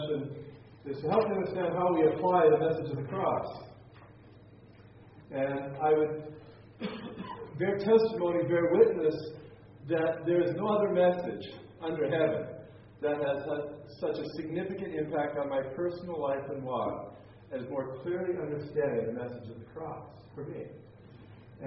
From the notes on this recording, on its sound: teaching as part of the Exchanged Life Conference in Pigeon Forge, TN